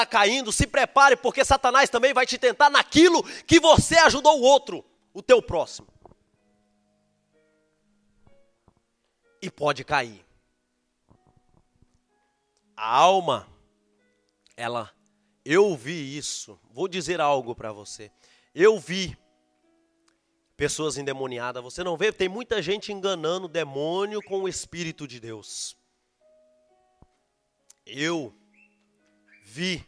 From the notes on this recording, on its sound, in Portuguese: Gravado no nosso culto de jovens, Gerados Night.